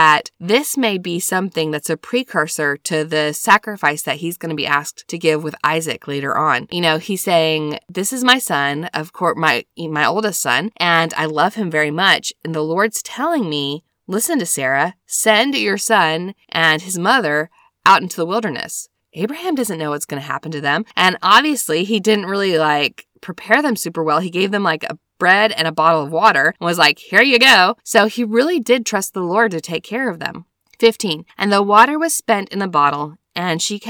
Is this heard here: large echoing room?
no